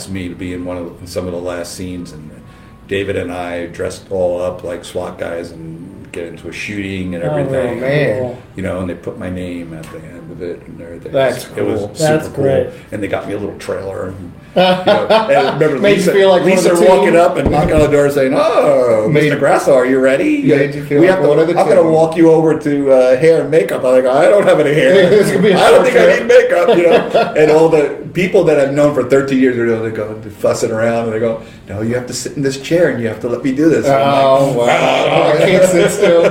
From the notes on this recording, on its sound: Episode shot LIVE at RUTHS CHRIS Steakhouse in Northern Indianapolis, largest one in the United States.